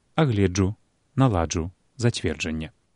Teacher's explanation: На месцы «дж» не павінна быць гуку «ж».